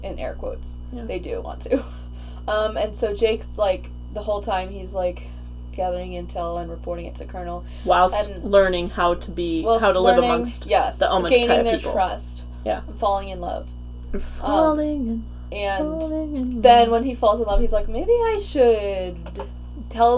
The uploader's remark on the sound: Apologies for the 30 seconds of silence at 10:27 and the mic buzzing in general - we're still figuring this out!